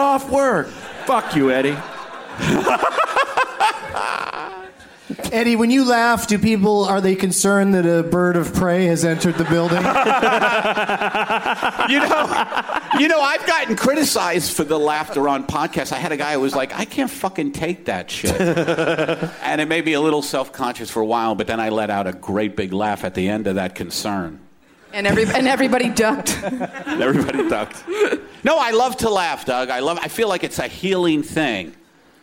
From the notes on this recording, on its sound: Live from New York City's Irving Plaza